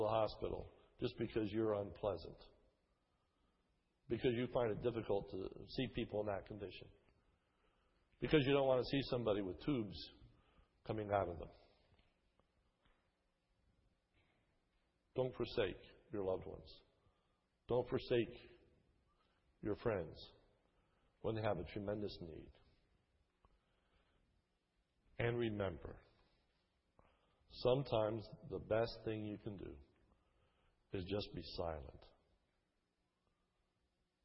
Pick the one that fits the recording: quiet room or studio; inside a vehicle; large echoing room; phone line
large echoing room